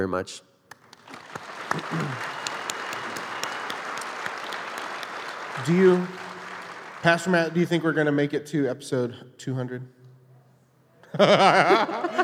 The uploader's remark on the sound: Live from the Cutting Room Floor. Recorded live with a few hundred fans of the show.